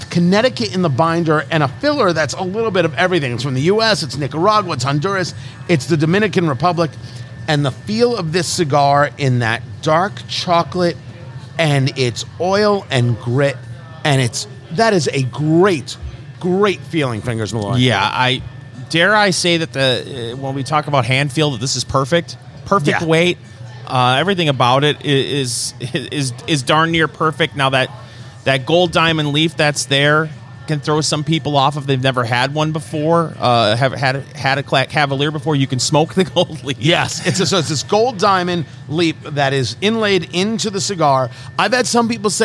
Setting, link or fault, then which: setting, busy venue